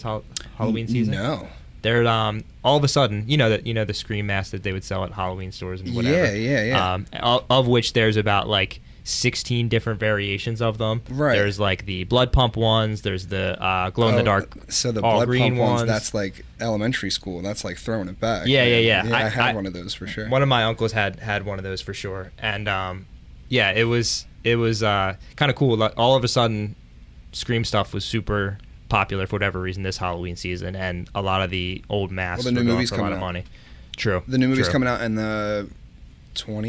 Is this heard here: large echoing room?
no